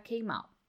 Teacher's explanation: não precisa falar o T do out